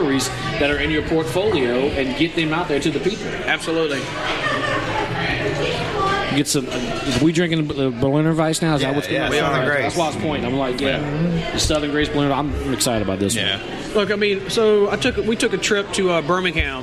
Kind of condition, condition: setting, busy venue